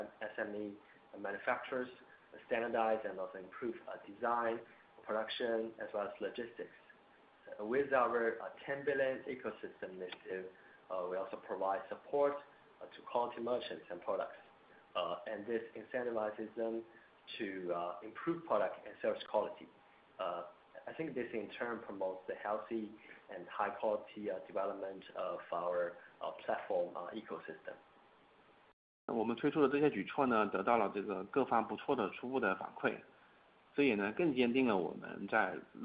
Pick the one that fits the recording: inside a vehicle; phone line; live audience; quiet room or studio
phone line